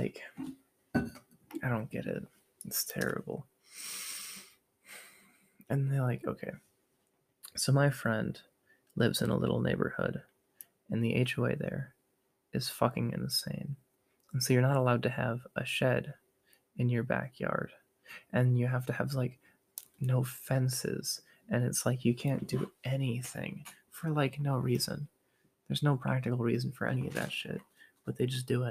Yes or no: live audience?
no